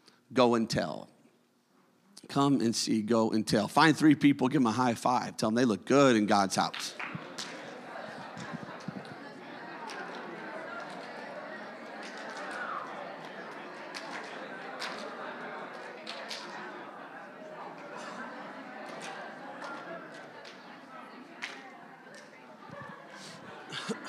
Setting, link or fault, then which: setting, large echoing room